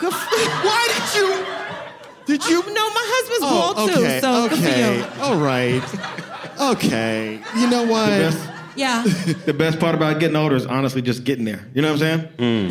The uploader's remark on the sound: In this live episode of Adulting